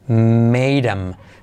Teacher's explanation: podemos saltar la TH y dejamos M